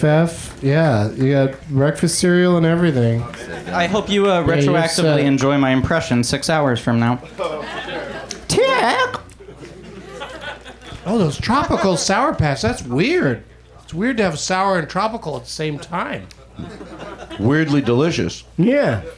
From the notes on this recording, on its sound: Live from the UCB Franklin Theatre